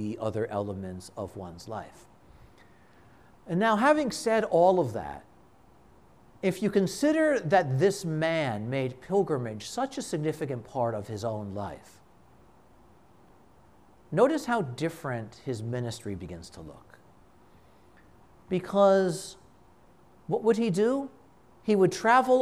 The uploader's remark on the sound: This conference was given at a Shrine.